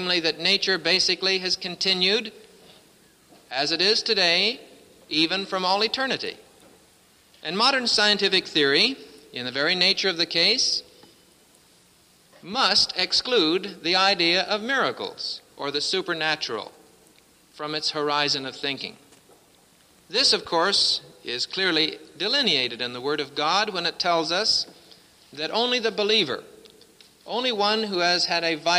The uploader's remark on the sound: presented at Winona Lake Bible Conference 1966